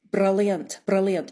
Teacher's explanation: It's just a little tap. It's not a long roll. · Term: tapped R